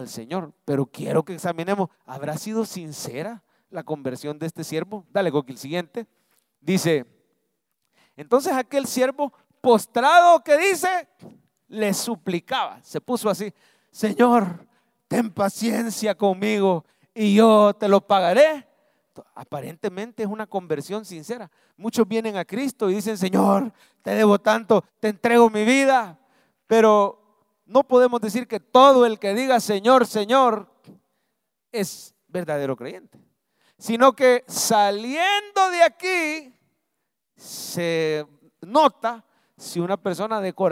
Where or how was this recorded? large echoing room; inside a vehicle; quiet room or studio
large echoing room